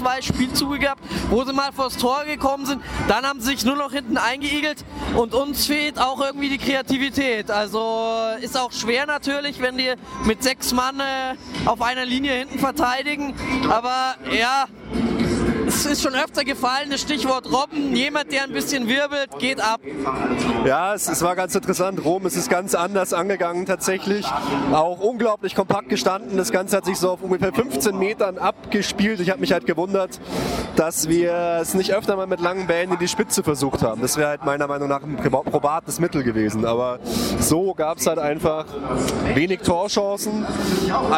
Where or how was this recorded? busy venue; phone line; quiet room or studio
busy venue